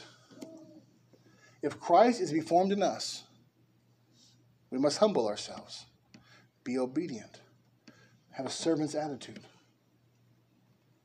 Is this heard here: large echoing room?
yes